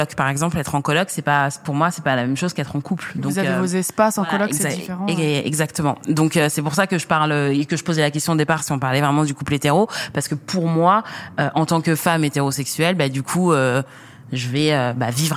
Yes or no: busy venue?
yes